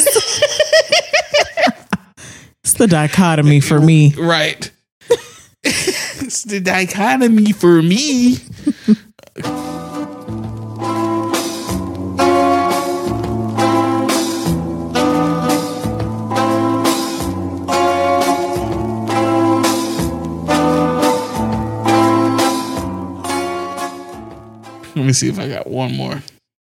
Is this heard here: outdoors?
no